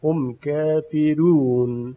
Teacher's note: حرف را ترقیق می شود. چرا؟ چون قبل از این را کسره قرار گرفته.